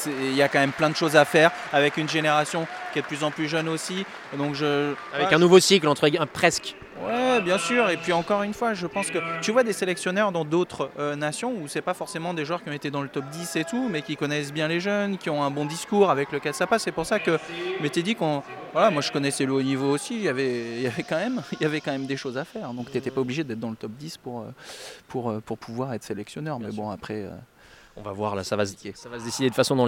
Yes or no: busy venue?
yes